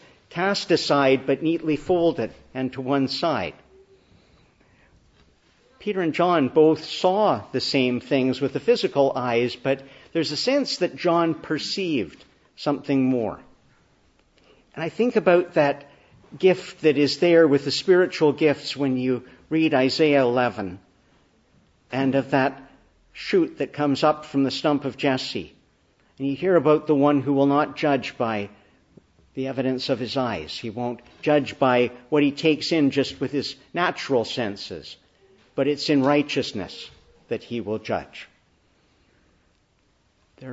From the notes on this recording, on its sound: Morning Service. Preached in the Annunciation of the Blessed Virgin Mary, Ottawa on Easter Day.